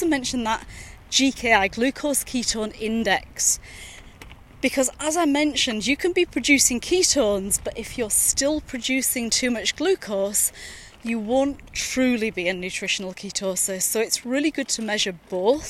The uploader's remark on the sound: recorded during daily walks